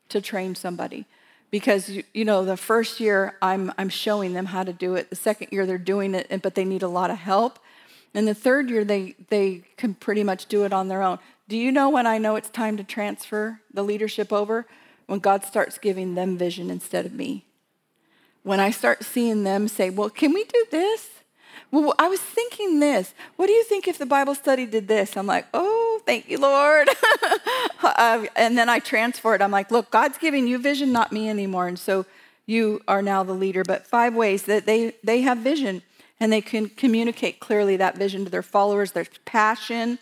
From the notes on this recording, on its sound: WSL Conference 2022. Sharing content from the Breaking New Ground live event from October 2022. This episode was from a breakout session.